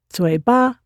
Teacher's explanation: However, it could be understood as you should really shut up, partly because the ba might be misunderstood as ba, which just means mouth. However, this ba should be said with a first tone instead of a neutral tone